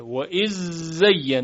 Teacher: اما در قرائت ابی عمرو در اینجا در روایت دوری ادغام کامل انجام میشه و اذ زین، هیچ اثری از زال باقی نمیمونه